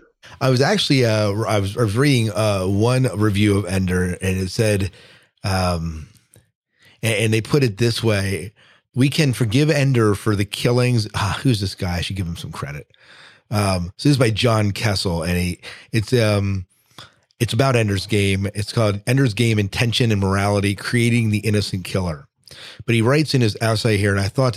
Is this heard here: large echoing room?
no